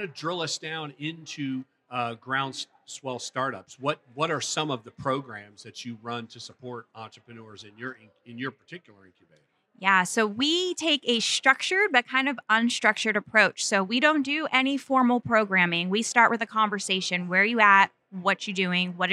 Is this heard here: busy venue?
yes